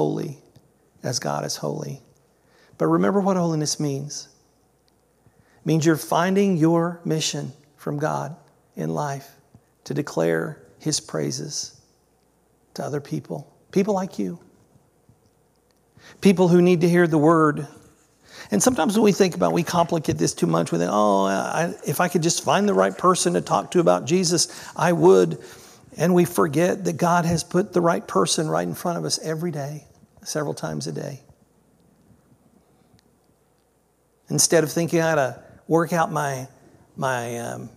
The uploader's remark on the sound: This was originally recorded on July 2nd, 2023 at Palestine Church of Christ.